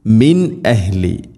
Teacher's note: സാക്കിന നൂനിന് ശേഷം ഹംസ വന്നാൽ ഇസ്ഹാർ ചെയ്യണം. നൂനിനെ വെളിവാക്കി ഉച്ചരിക്കണം, മണിക്കരുത്